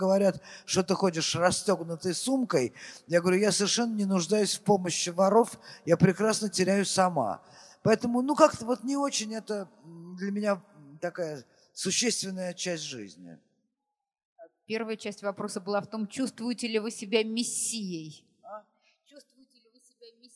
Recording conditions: live audience